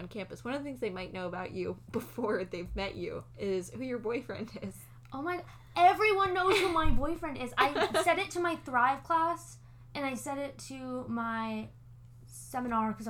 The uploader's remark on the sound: sorry about the mouth noises!